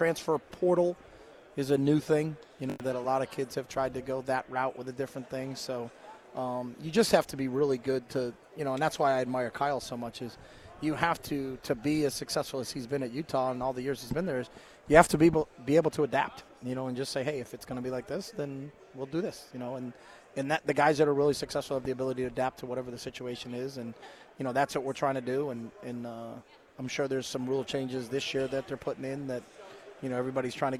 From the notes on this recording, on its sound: live from Pac-12 Media Day